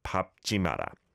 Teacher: And the 리을 비읍, when followed by another consonant, the 리을 is silent and the 비읍 sound takes over